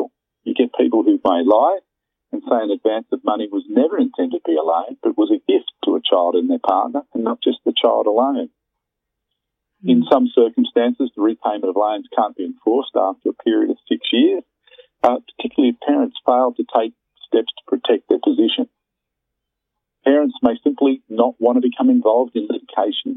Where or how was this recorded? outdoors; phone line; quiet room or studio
phone line